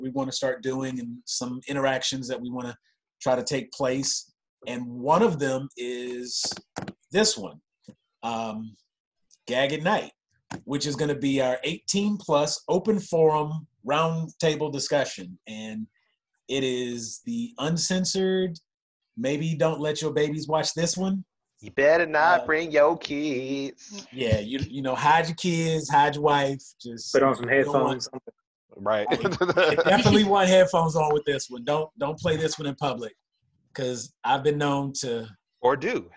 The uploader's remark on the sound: on a Zoom call